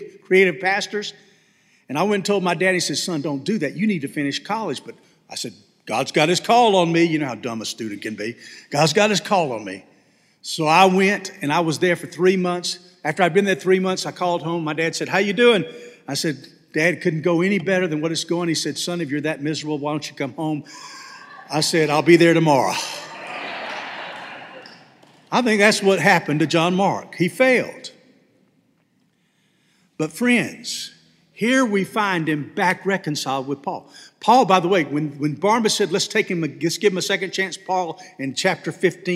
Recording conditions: large echoing room